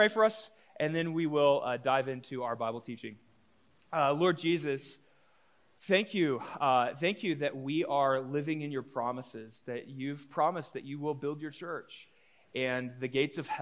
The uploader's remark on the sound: A live recorded sermon from the Sunday gathering at The Heights Church Denver on 02/19/23. The following episode is a live recorded sermon from the Sunday gathering at The Heights Church Denver.